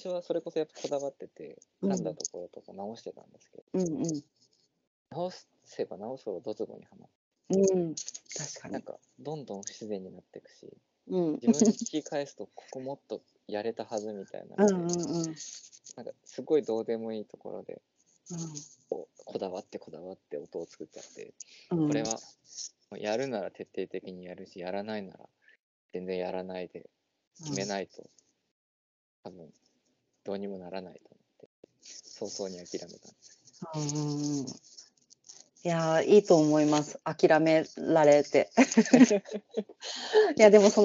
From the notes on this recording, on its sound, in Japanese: Skype収録